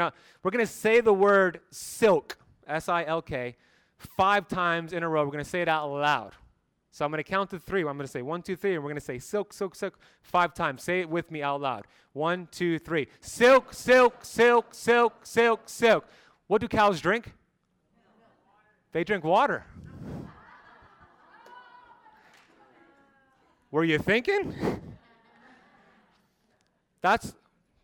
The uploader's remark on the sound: BioHacking Congress Lecture. Live from Las Vegas, Nevada at the BioHacking Congress.